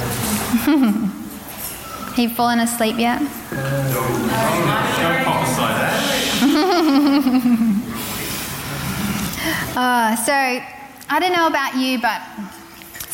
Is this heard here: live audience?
yes